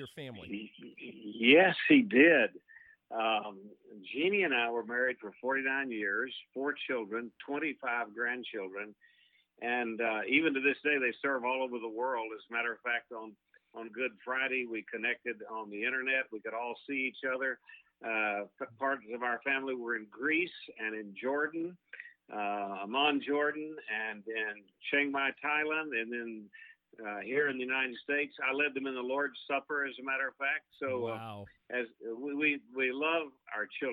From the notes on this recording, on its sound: is joined on the phone